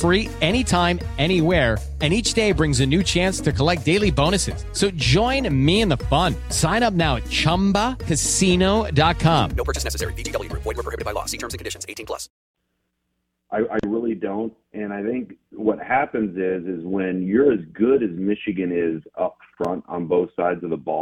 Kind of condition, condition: link, phone line